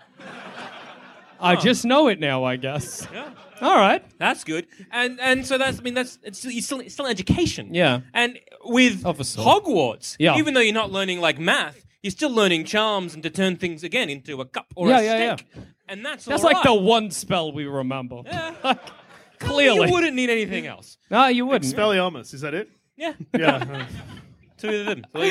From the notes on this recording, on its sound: Did a live show. In Sydney.